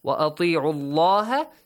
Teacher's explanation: So the letter lam in the word Allah is pronounced heavily since you have a dhamma before.